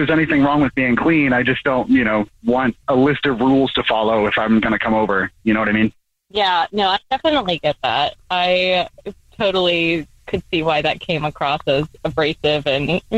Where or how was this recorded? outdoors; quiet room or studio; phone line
phone line